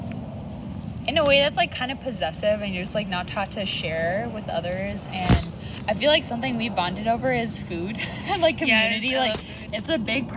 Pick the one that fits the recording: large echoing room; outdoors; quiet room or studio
outdoors